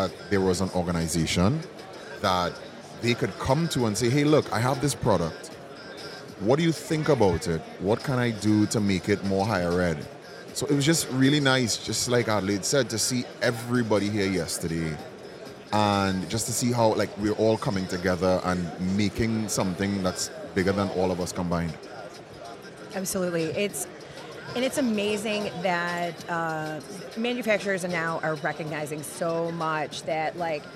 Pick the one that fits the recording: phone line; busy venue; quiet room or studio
busy venue